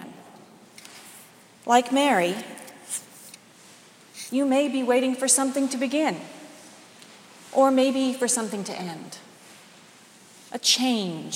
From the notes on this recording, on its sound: delivered today's sermon at Jan Hus Presbyterian Church and Neighborhood House